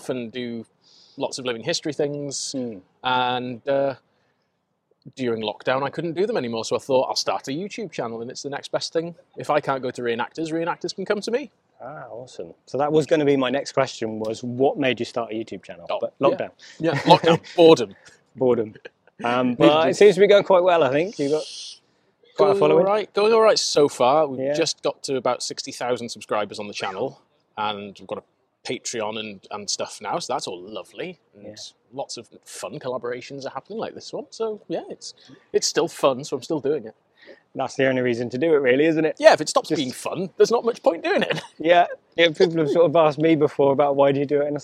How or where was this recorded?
busy venue